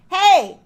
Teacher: However, if a person is like shouting, you know, it's perfectly feminine for someone to go, hey, with a very thick vocal fold mass that is also bright